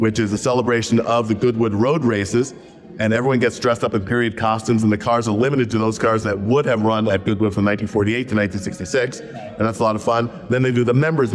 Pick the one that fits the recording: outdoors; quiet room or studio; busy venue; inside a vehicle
busy venue